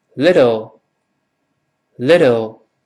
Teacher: 由 t 变成 d，非常轻 · Term: 浊化